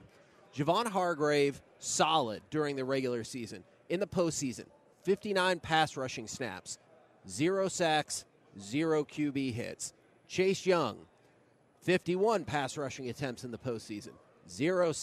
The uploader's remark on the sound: LIVE from Radio Row in Las Vegas